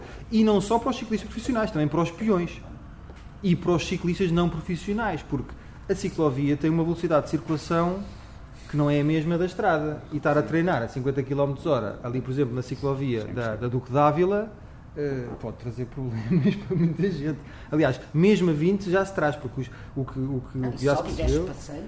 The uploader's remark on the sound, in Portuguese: O debate teve lugar pelas 18h30 no dia 10 de Abril 2014, na sede da FPC - Federação Portuguesa de Ciclismo, Rua de Campolide, Lisboa com a presença de público